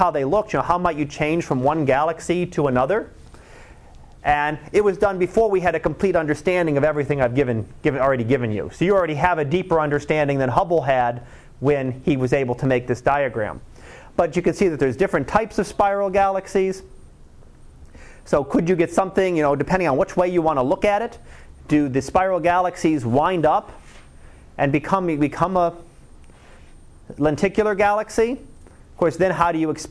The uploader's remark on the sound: Live Class Lecture 2013 Nov 15